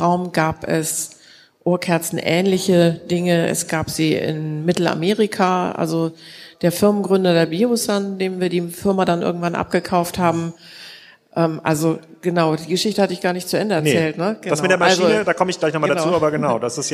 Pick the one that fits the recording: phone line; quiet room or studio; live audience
live audience